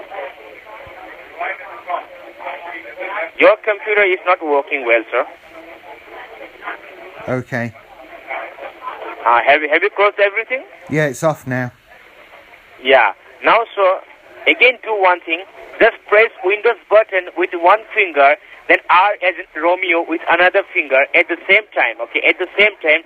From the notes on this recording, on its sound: Scam Call Not From BT. Sometimes I'm lucky enough to get a phone call from a scammer.